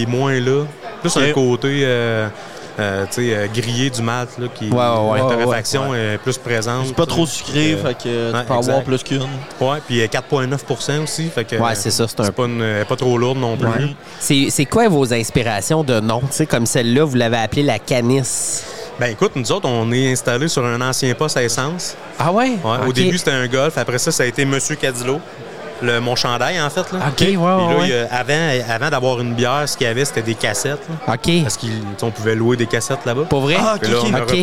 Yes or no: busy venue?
yes